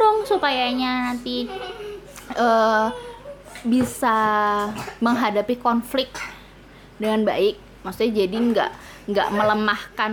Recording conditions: sounds in the background